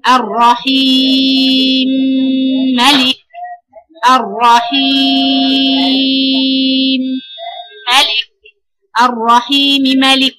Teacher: جيبي تلت الكسرة وتخفضي صوتك على الايه، على الميم. · Term: الروم